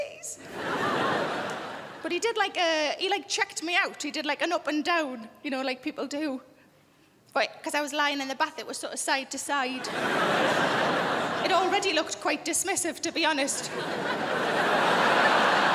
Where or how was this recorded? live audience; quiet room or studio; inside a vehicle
live audience